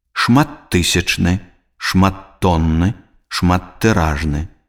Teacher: Футбол, дзеддом, баскетбол, дзеддомавец, дзеддомаўка. Калі ў слове побач стаяць два глухіязычныя «т», то яны вымаўляюцца як асобныя гукі.